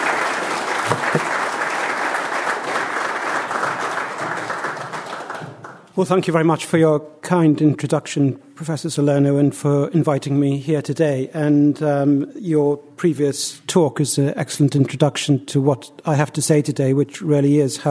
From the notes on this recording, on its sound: Presented at the Austrian Economics Research Conference. At the Ludwig von Mises Institute.